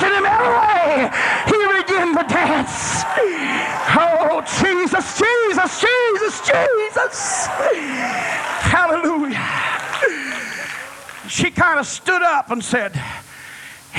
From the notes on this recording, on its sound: was preached in Olla, Louisiana on a Wednesday night, campmeeting 1995